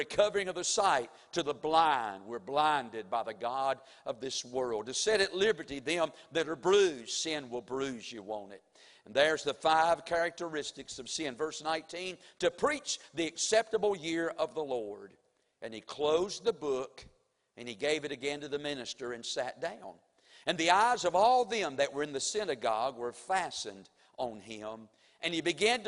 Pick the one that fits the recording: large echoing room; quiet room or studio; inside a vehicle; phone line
large echoing room